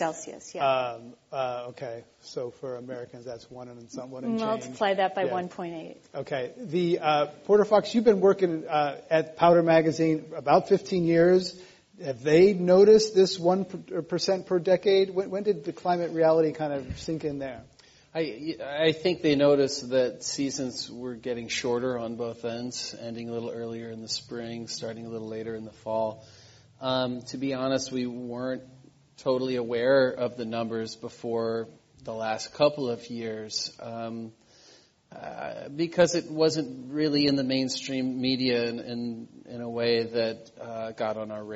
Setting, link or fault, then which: setting, live audience